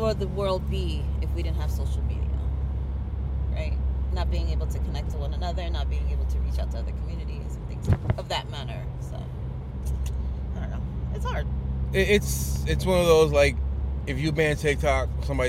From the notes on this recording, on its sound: Welcome to School Commute Convos where we have conversations about random topics while driving our children to school.